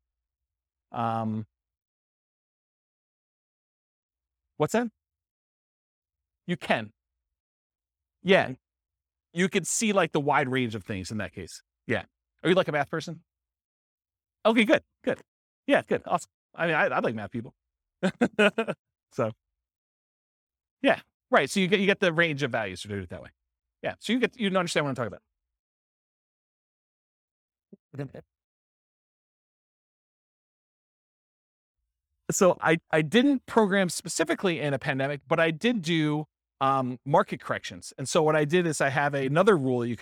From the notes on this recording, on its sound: This was a live class recorded